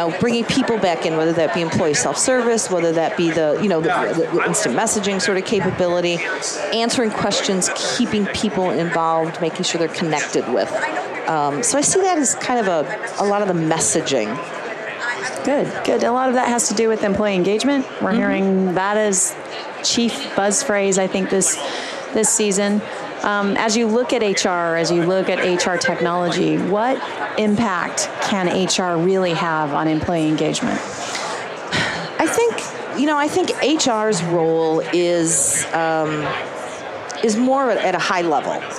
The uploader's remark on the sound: LIVE from Las Vegas, at #HRTechConf